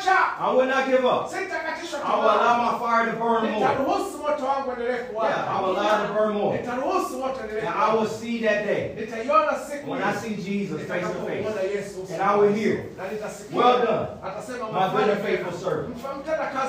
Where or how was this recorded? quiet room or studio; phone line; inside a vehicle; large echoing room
large echoing room